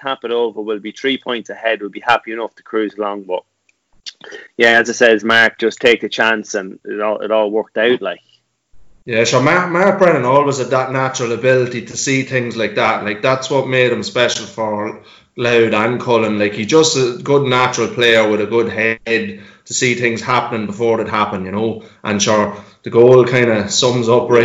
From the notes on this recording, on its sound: Louth and Proud has gone full quarantine with a nostalgia packed podcast on Zoom no less!